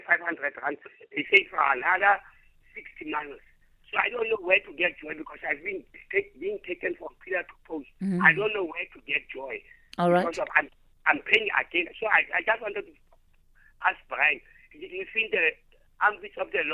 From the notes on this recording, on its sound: Guest(Phone)